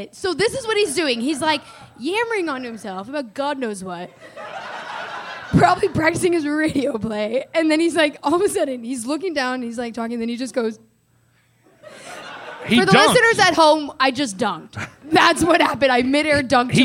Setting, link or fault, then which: setting, live audience